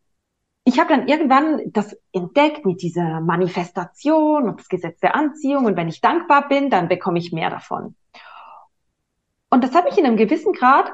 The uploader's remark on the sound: online via Zoom